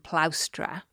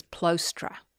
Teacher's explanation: So there's a word that means wagons in Latin, plaustra, And apparently Vespasian said it as plostra, so making the au into an o · Term: diphthong